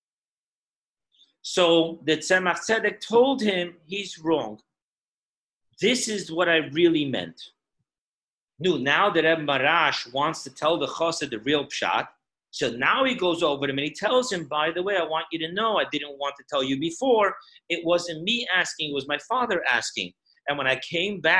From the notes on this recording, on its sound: Zoom Parsha Class.